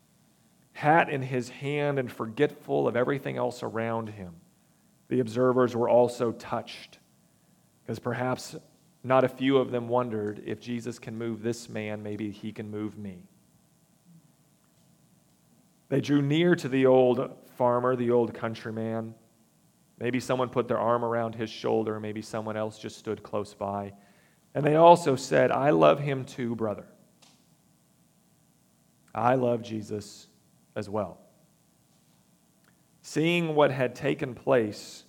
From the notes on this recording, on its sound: recorded September 24, 2022, at the Ringgold Seventh-day Adventist Church